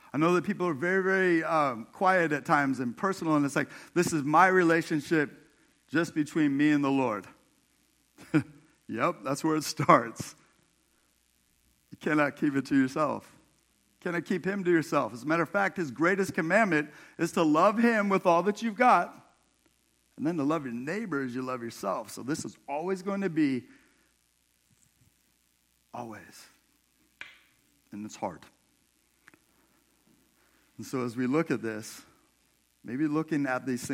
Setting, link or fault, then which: setting, large echoing room